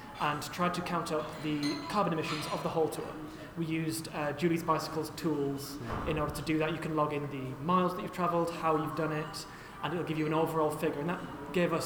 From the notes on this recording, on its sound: Recorded live as part of TakeOver 2019.